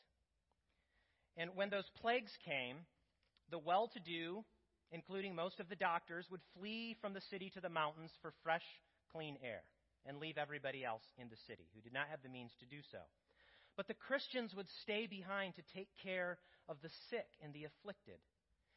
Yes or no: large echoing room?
yes